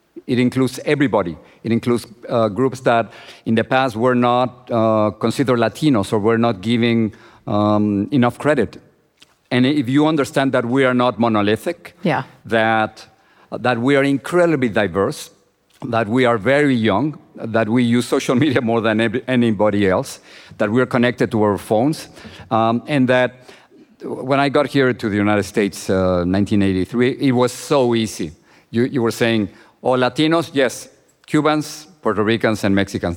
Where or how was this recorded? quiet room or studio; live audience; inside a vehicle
live audience